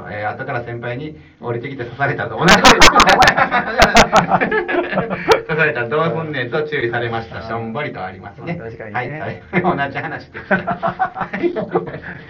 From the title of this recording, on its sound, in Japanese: 音声悪